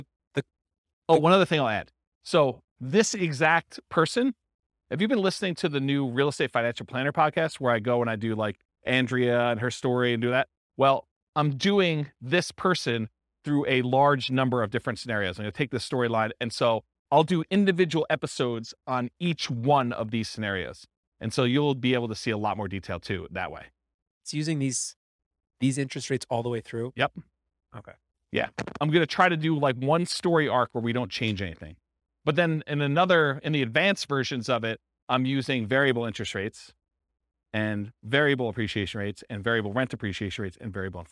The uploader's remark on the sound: This was a live class recorded